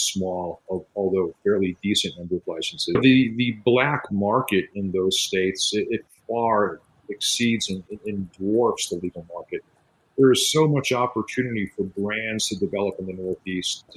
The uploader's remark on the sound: Recorded on Squadcast